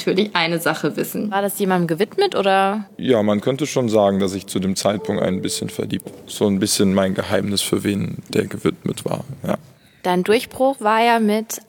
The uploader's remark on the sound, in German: In seiner Wahlheimat Mannheim. Live im Konzerthaus Capitol ans Klavier. Eine emotionale Folge mit viel Live-Musik!